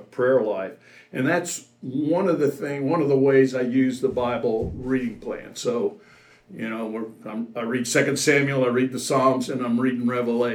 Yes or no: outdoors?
no